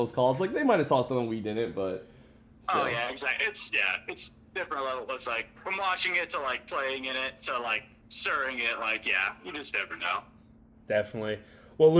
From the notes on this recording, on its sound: a phone interview